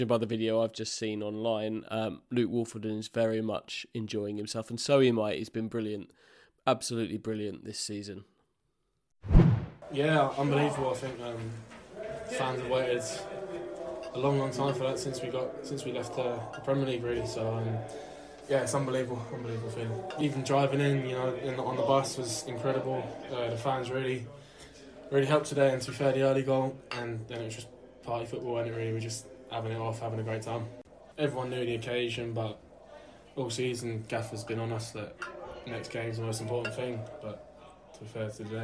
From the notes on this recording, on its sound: A collection of interviews from a truly special day at Portman Road.